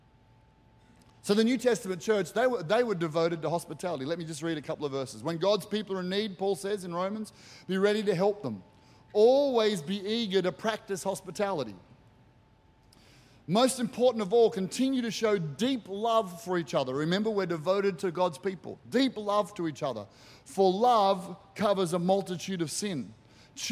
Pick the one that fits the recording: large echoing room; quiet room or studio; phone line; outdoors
large echoing room